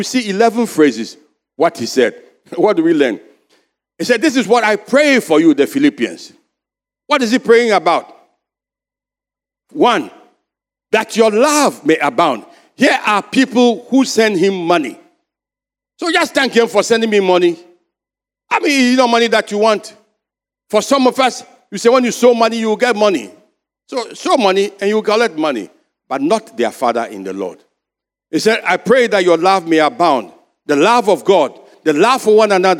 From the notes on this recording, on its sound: Sermon preached at CBC Shiashie Campus